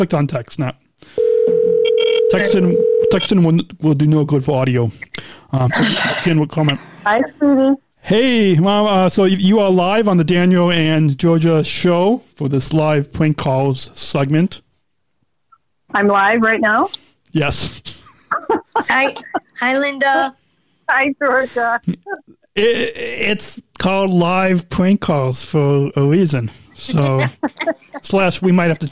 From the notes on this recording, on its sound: We call listeners LIVE on the digital airwaves. Live Phone Call Segment. Livestreamed video edition.